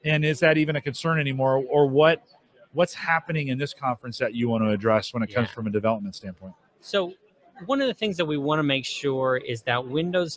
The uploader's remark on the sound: Interviews at HDC 2016